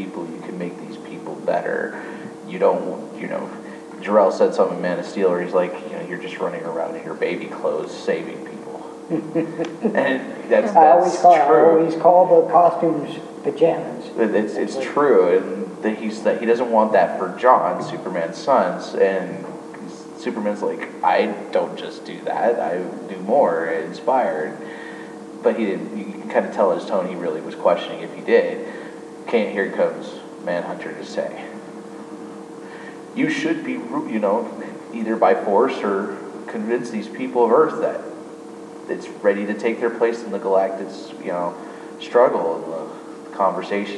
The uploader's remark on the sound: technical difficulties run a muck